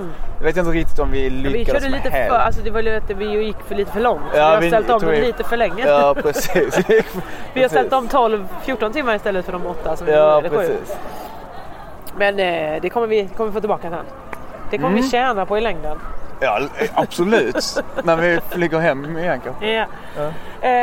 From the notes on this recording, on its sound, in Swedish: Vi är i Tokyo, sumimasen för att ljudet är så kantat av asiater som talar sitt vackra språk rätt in i örat. Jag har blivit jätteförkyld så det är inte mycket kul ni får ur mig.